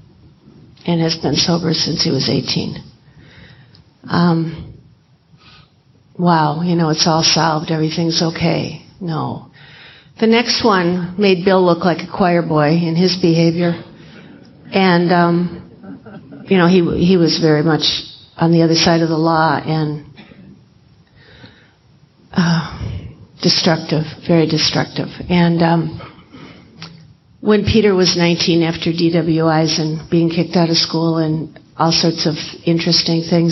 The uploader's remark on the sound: In this recording from the 2010 AA Woodstock of the South